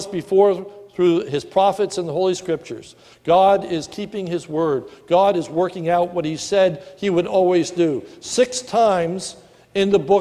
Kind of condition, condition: setting, large echoing room